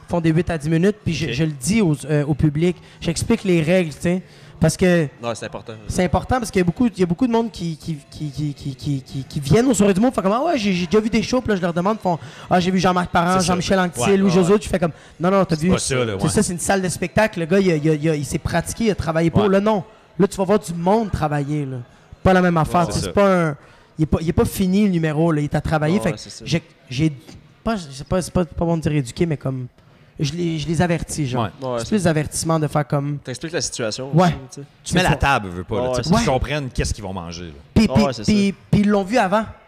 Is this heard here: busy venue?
yes